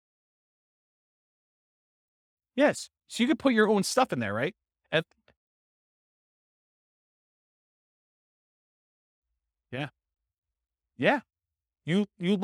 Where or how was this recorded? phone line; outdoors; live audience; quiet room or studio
live audience